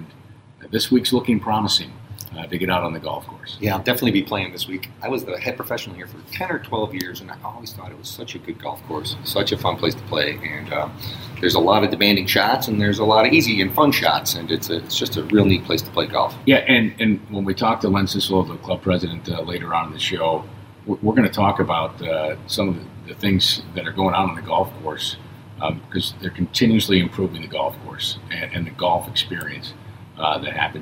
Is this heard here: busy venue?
yes